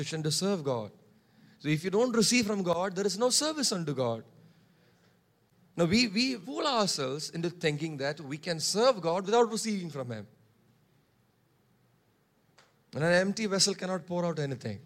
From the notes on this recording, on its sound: preached on 19 March 2023 at Revelation Church